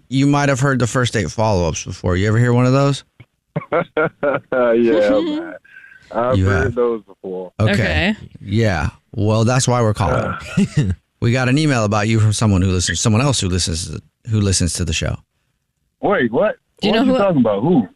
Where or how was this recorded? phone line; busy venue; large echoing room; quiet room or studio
phone line